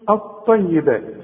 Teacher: اللام بتتحول الى نفس الحرف، اللام بتتحول الى طاء اوتوماتيك كده، شوف الطيبات.